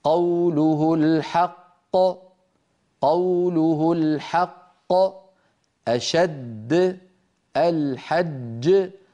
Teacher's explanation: يسمونه سكت. ليس ثمة سكت بين الحرفين القافين أو الجيمين أو الدالين، لابد أن يكون النطق متتاليا هكذا: قوله الحق، قوله الحق، أشد الحج، ولا نقول الحق.